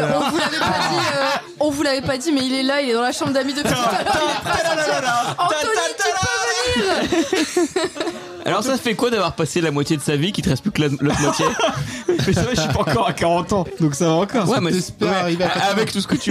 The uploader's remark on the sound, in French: Un épisode spécial enregistré EN PUBLIC ! (Les gens qui étaient à l'anniversaire quoi).